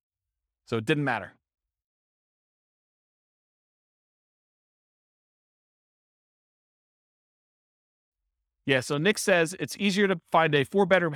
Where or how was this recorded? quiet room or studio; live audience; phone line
live audience